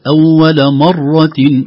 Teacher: وهو خلقكم أول مرة والميم في مرة فخمت